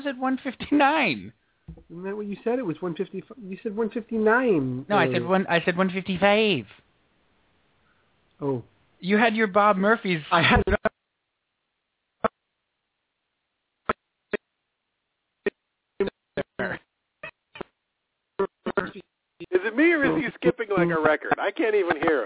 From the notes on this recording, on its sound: called